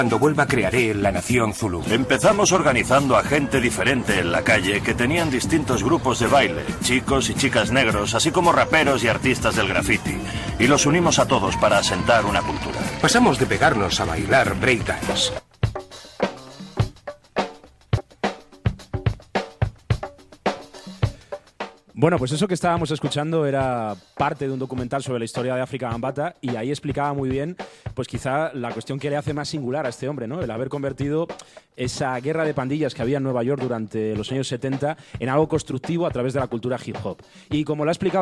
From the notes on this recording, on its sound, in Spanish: En vivo desde C.S.O. La Redonda. Tardes de radio en vivo en La Redonda.